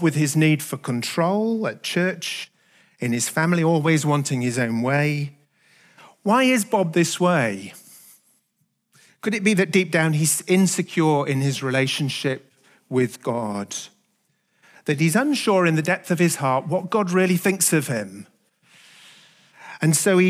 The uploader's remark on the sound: Recorded at the Hukanui Bible Church morning service on Sunday the 22nd of October 2023 during the 10:00 am service.